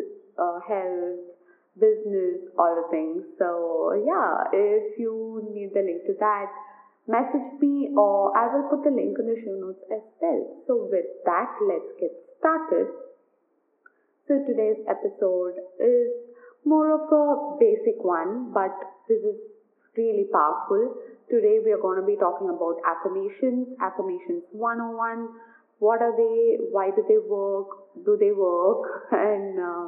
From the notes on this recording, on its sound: Do excuse some background noise